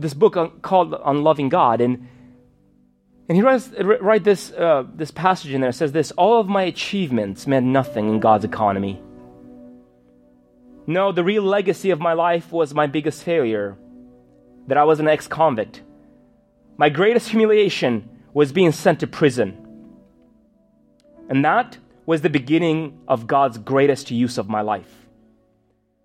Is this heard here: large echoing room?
yes